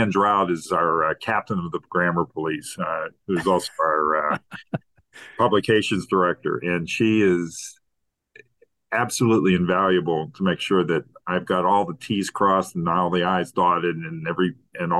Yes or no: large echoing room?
no